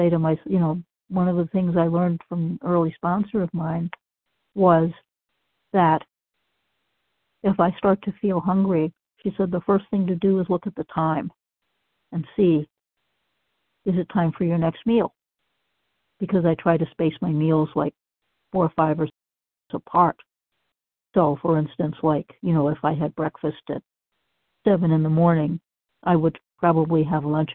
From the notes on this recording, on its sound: qualification from the 100 Pounders Phone Meeting